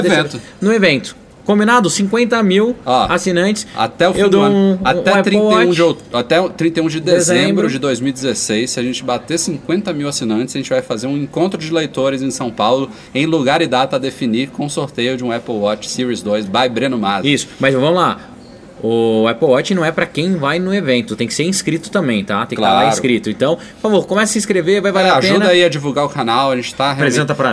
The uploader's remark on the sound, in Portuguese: Em um podcast especial gravado no aeroporto de Munique (Alemanha).